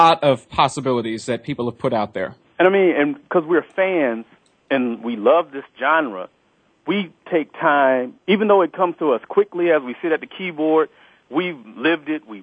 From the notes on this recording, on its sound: The phone lines are open again for fans to call in and voice their support of the ABC soaps.